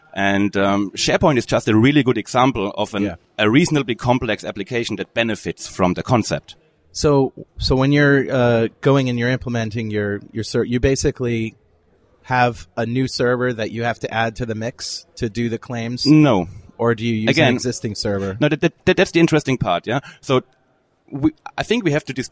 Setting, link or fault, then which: setting, busy venue